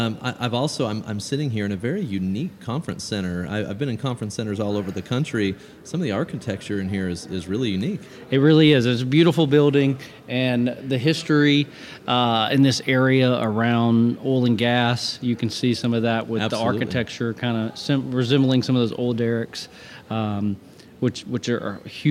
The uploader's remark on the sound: takes the podcast on the road once again at the Arkansas Tourism Conference